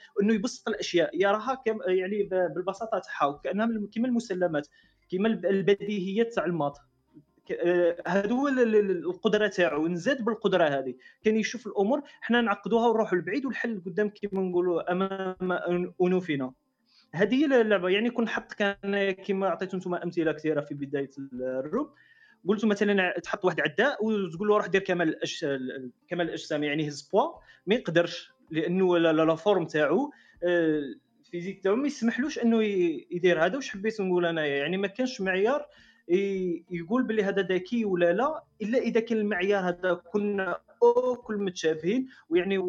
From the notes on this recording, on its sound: This was recorded on ClubHouse on the Club Studio-t.fm on the Room Espresso Talk.